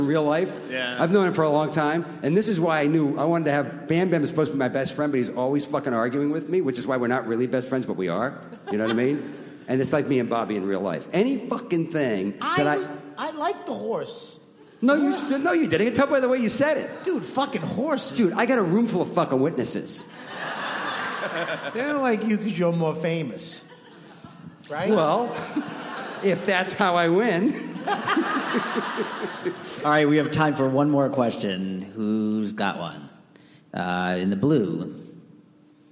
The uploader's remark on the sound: FX Comedy Night panels from ATX Television Festival